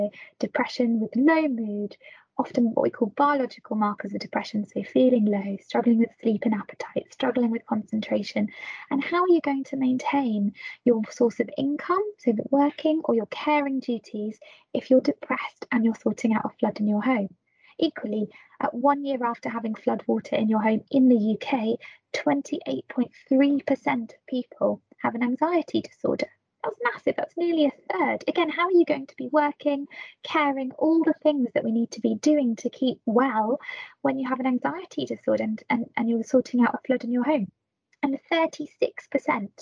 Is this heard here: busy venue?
no